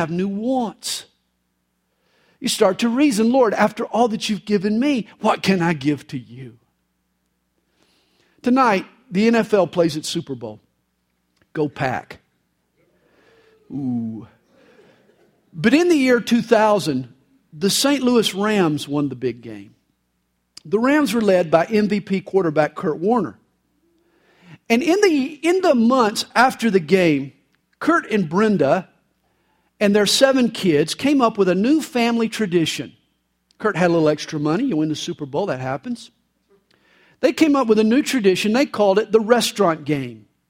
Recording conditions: large echoing room